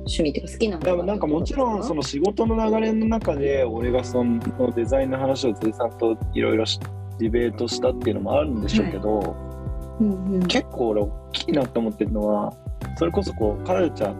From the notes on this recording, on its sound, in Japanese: 初のオンライン収録で音響設定をミスってしまい音質がだいぶ悪いです